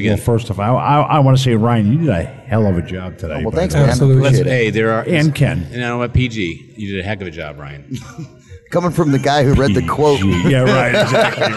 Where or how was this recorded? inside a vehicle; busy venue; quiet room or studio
busy venue